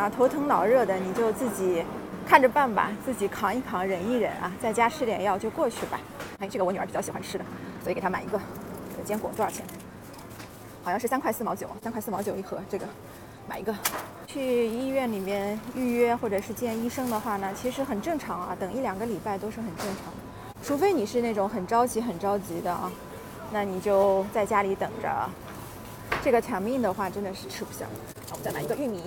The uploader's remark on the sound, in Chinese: 边走边聊奥地利。